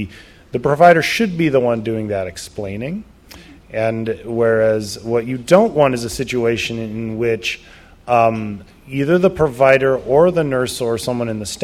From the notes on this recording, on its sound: Live at NFID. Traveled to Bethesda, MD to record a live episode at NFID's Vaccinology Course.